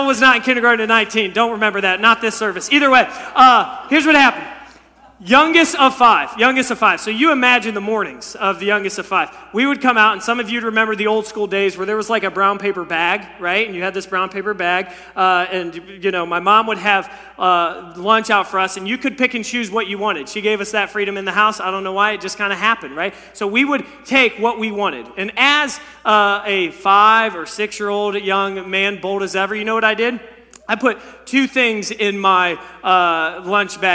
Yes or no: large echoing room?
yes